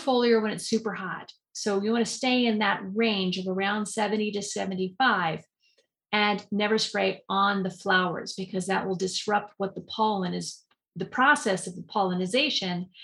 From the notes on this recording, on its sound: In a Zoom room with a special guest. They answer questions from the live listening audience.